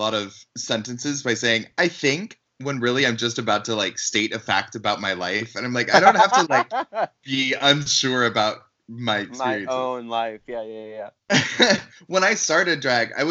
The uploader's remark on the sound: During quarantine, all episodes will be recorded via Skype. Please be kind as we figure out how best to implement this technology and provide the best sound quality for you.